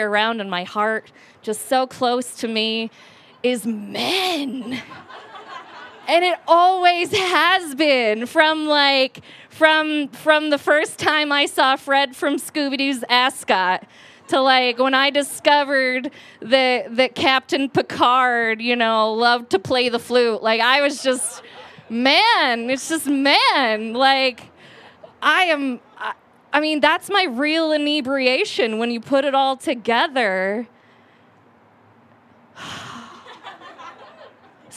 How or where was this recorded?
live audience